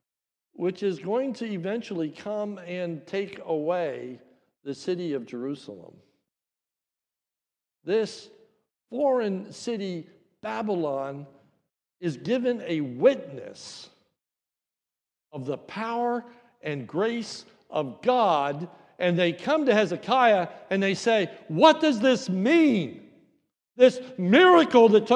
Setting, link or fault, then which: setting, large echoing room